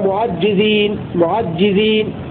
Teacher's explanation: بتشديد الجيم وحذف الألف قبلها